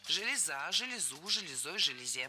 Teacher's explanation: Ударение на окончание. И оно сохраняется во всех формах единственного числа.